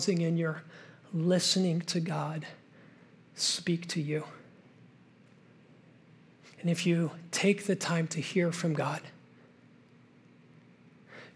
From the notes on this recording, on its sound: This message was originally preached at Highpoint Church on Sunday, August 27, 2023